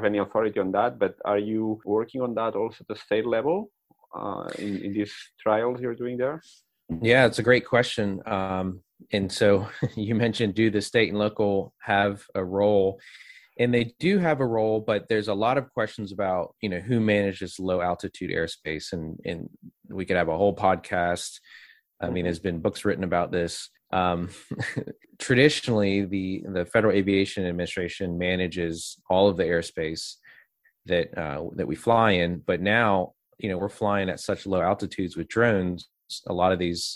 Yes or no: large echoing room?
no